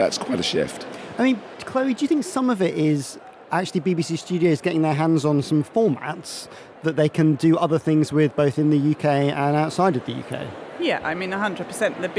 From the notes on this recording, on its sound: Recorded this week at The Podcast Show in Islington’s Business Design Centre